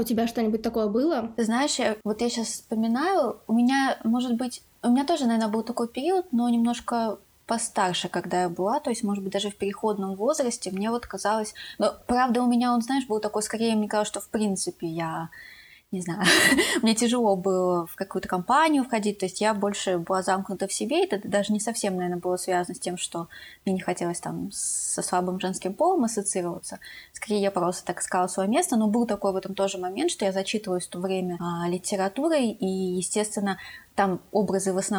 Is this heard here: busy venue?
no